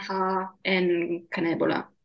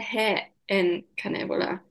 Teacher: dass das A wie, immer wie Ä ausgesprochen wird · Shown in: second take